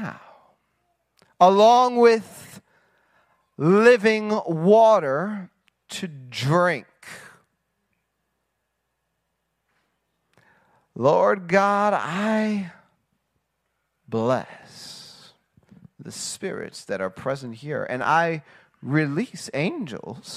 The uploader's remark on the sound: Sunday sermon from the Decoding the Supernatural Conference from March 7, 2021 at the Global Fire Church in Murfreesboro, Tennessee.